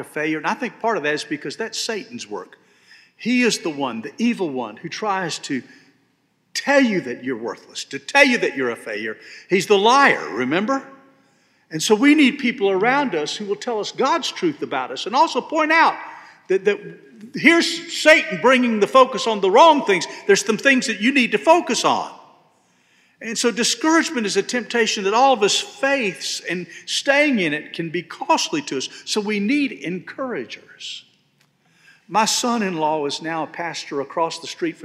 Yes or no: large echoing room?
yes